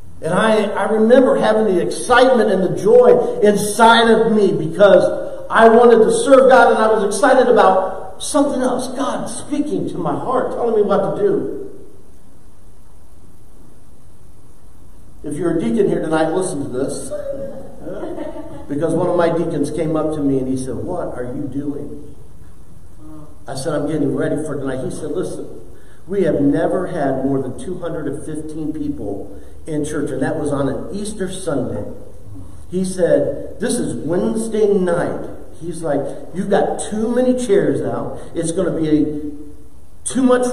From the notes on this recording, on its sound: preached for the first time in church